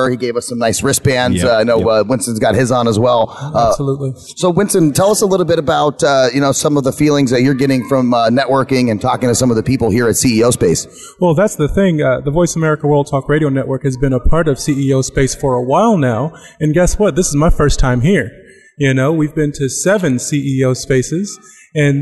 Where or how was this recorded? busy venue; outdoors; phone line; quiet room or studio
busy venue